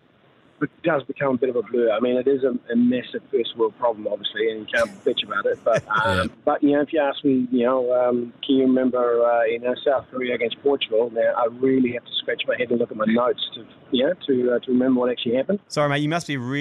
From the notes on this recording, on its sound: On The Bus Home From France Vs Morocco. Live on his way home from the France Vs Morrocco game.